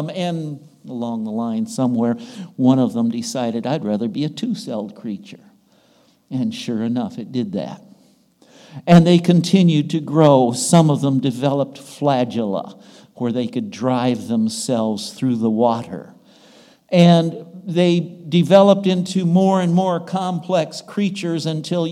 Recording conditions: large echoing room